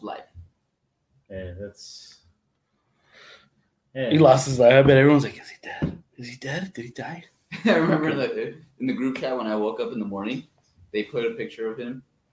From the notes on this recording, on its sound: WE APOLOGIZE FOR THE AUDIO… some malfunctions but thankfully we were able to get the back up audio.